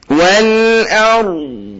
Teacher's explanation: الضاد فيها صفتين، صفه اسمها صفه الاستطاله وصفة اسمها صفة الرخاوة